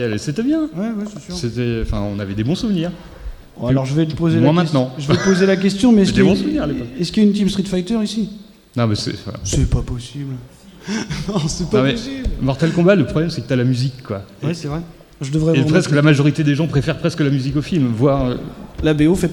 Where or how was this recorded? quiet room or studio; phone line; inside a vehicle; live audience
live audience